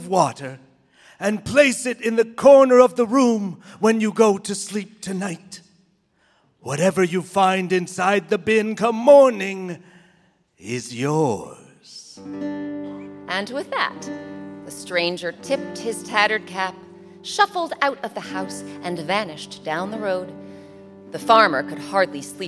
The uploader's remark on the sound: Recorded live at The Cowell Theater in San Francisco.